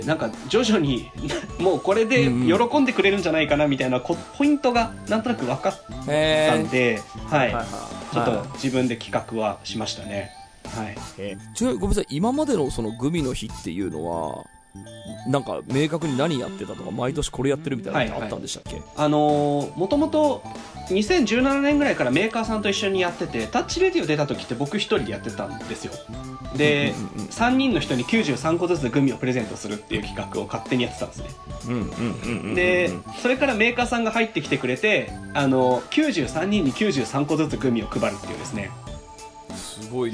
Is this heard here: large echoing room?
no